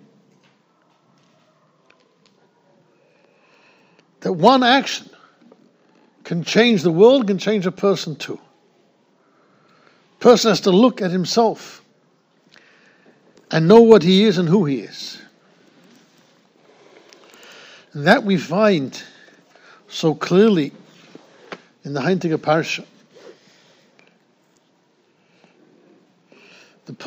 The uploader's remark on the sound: Shiur recorded in Yeshivas Ohr Reuven, Monsey, NY